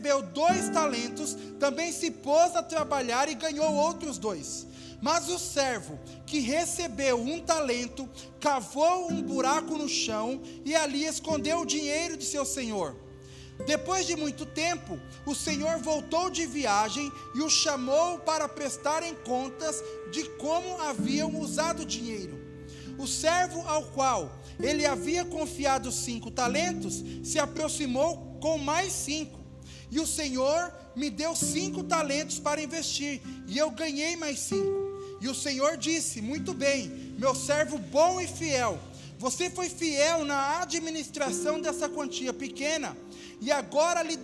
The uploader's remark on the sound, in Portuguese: Áudio do culto de Domingo